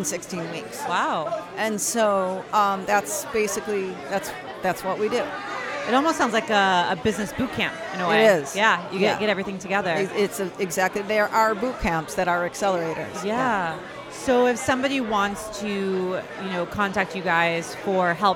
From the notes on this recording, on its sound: Produced live at …’s Networking Event at the Electric Hotel in Chicago’s River North neighborhood. With the Electric Hotel brimming with excitement to hear from Keynote Speakers and network with like-minded people in the industry.